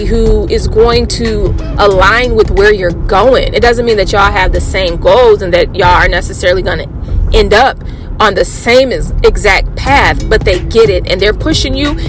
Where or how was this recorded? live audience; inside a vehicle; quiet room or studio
inside a vehicle